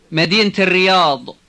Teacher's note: when you say the city of such and such, the word Medina has a T at the end